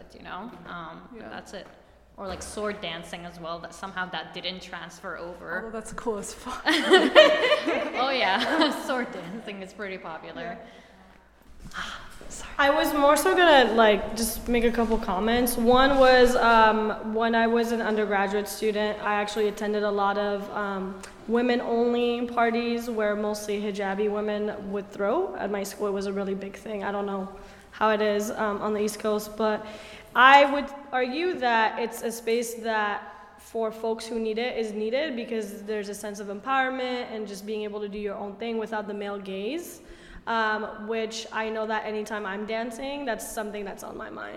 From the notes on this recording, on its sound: This episode is from the Yallapunk festival (year 3).